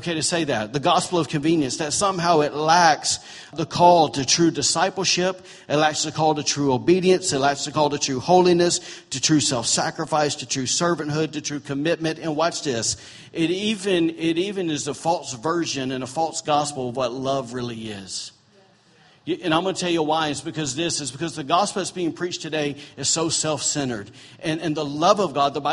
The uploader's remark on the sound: Recorded on October 8, 2017, during Sunday morning service at Celebration Life Family Church.